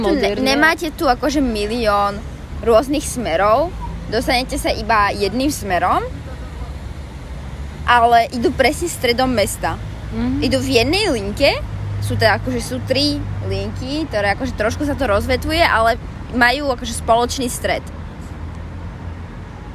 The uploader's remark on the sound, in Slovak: opäť nahrávaná vonku, takže sa ospravedlňujeme sa zvuky naokolo